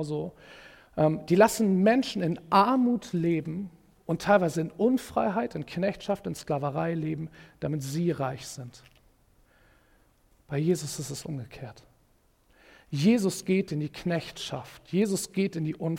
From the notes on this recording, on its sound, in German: Predigt im Rahmen des GreifBar+ Gottesdienstes